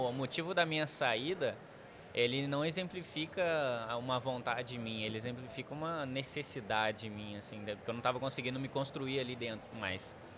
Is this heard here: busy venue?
yes